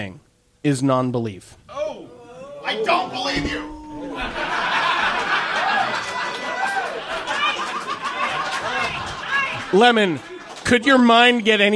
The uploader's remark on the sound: It took us until our seventh F Plus Live to figure out that we could do it somewhere other than Minneapolis, and that we could do it in a theatre! Seattle.